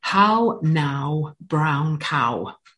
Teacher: You will notice the very rounded vowel sounds.